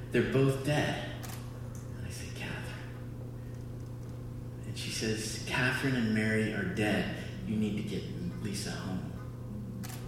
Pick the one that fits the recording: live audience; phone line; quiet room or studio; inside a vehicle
live audience